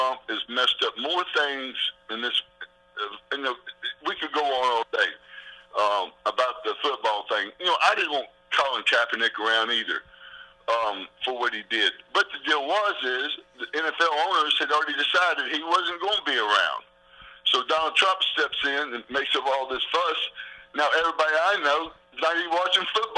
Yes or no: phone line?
yes